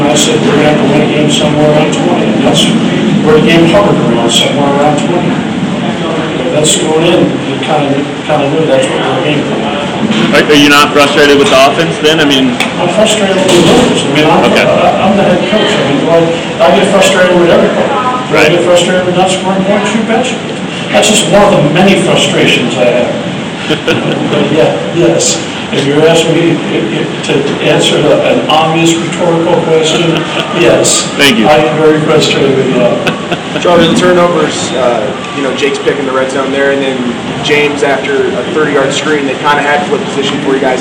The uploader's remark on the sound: Press Conferences & Post-Game Interviews